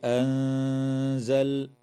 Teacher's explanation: وتخفى النون الساكنة مع الغنة مرققة في كلمة أنزل